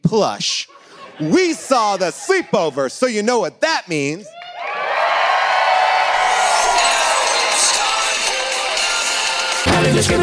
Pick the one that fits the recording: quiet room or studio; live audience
live audience